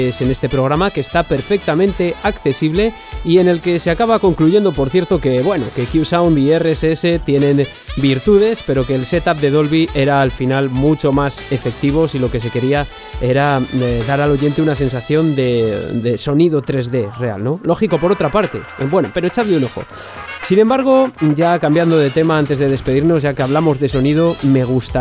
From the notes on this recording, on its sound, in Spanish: Este programa se ha grabado en UN ARCADE CENTER REAL.